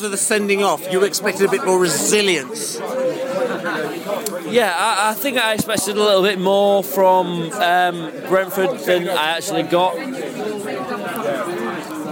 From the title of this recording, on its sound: post-match podcast from the pub